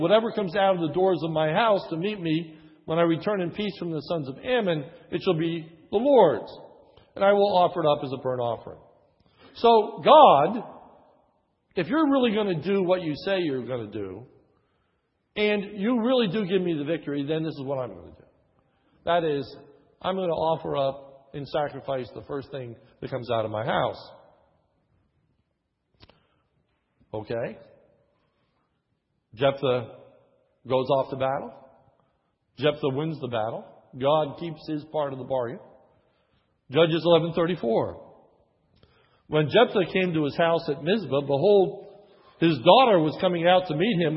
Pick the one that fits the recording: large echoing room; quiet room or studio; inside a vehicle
large echoing room